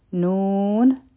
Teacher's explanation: دا د حروف مقطعات نه دی، دا به موږ شپږ حرکات راکاږو، دا مدی لازم دی